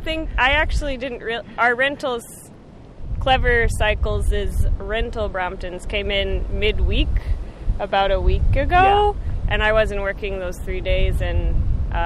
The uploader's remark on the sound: recorded on the ground in Hawaii